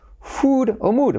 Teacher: es una doble O que suena como una U. Esta sí que es como una U española.